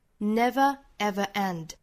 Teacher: ever 和 end 之间做停顿，相当于是一个小小的 glottalstop， never everend，其实是起到了一个强调的作用哈。那这句话我们可以读成 I'd play a song that would never everend，如果说语速比较快的话呢当然是可以连上了